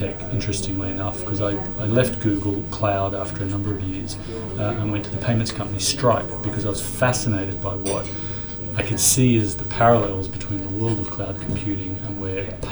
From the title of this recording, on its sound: Live at Money2020